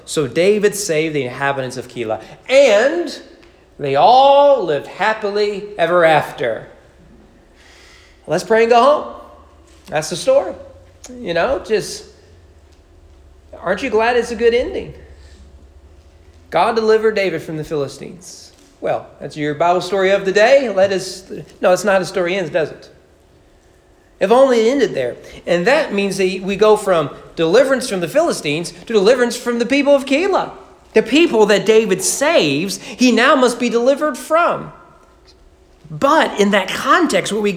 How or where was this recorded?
large echoing room